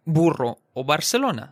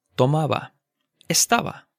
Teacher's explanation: when it's between vowels, it's pronounced as a bilabial fricative, which is a sound we don't make in English · Shown in: second take · So to make the bilabial fricative, try making the English V sound, but use your two lips instead of your lips and your teeth, right?